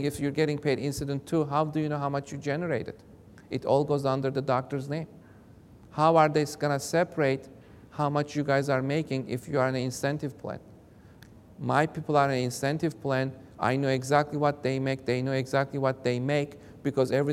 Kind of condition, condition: setting, large echoing room